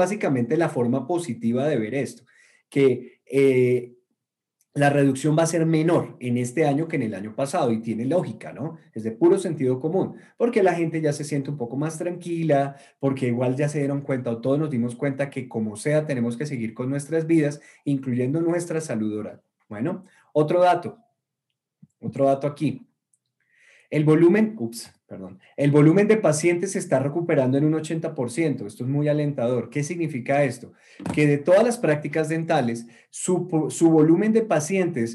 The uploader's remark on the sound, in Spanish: Una charla privada que tuvimos el día de hoy con nuestros clientes del programa de Coaching Premium. Es un audio extraído de Zoom y por eso la calidad no es la acostumbrada.